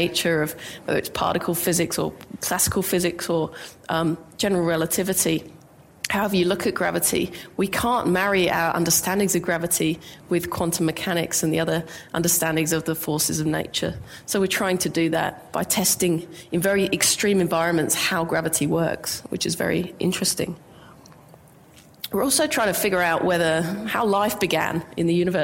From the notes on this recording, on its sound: IFE Grand Challenge Lecture recorded at QUT.